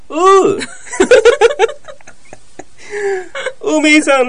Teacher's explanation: 口が半開きで、だらしない O なの · Term: 横の O